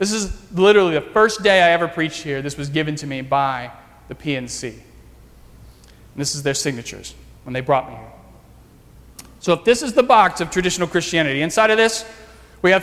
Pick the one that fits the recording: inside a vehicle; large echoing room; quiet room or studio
large echoing room